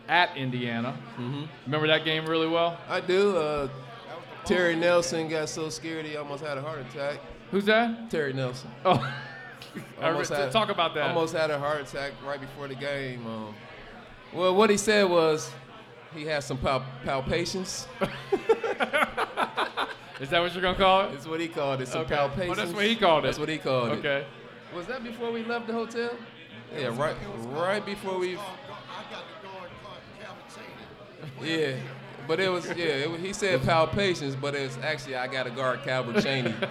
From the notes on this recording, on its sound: LIVE at Mio’s.